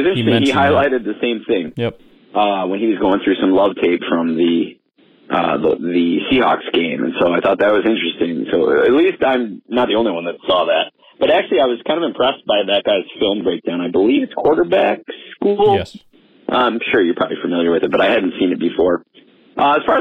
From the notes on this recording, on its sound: The ultimate call-in show for all Green Bay Packers enthusiasts! Insightful calls from the Packernet community.